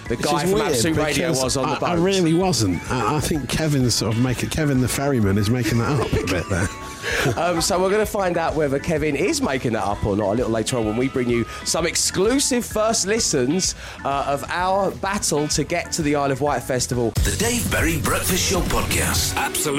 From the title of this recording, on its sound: Live from The Isle of Wight Festival